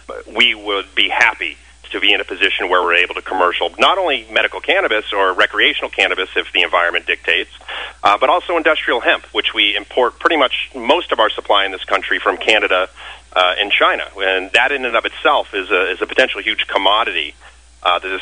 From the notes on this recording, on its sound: called into SmallCapVoice.